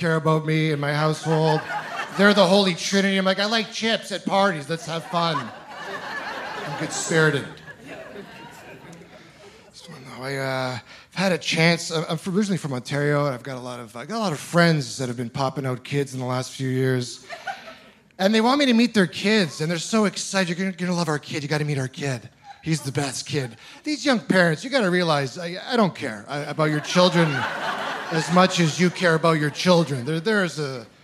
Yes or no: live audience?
yes